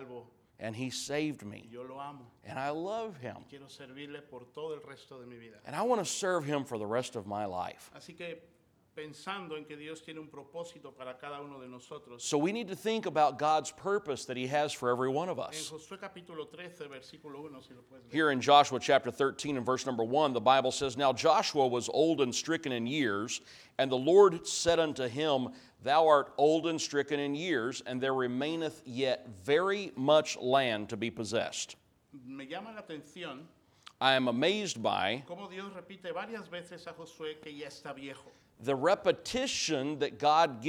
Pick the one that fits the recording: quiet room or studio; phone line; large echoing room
large echoing room